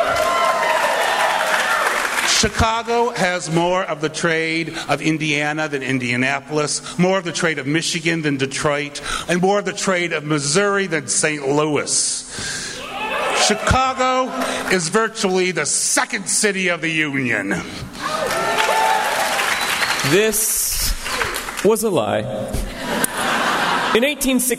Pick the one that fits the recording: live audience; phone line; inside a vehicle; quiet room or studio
live audience